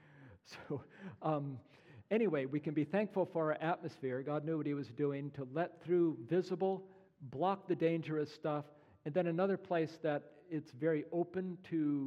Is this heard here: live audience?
yes